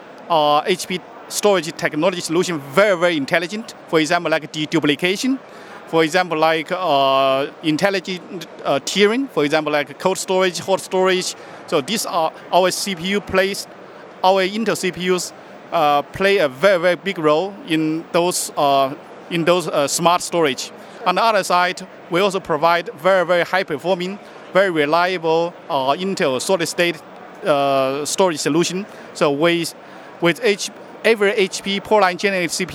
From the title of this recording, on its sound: Live from HP Discover